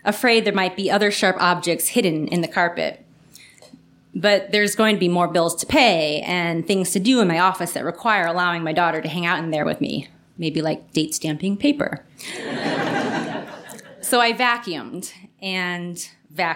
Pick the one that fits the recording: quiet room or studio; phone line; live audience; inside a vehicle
live audience